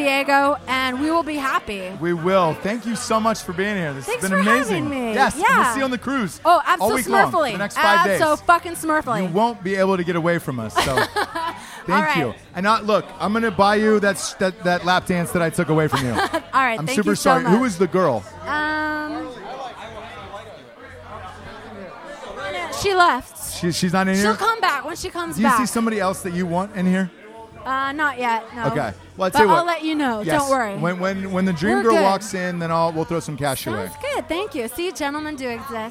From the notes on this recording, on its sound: Live From Buck's Wild Strip Club In Houston! Throw an impromptu rager at a strip club in Houston, Texas the night before the Drinkin' Bros cruise with 40 drunk soon to be passengers...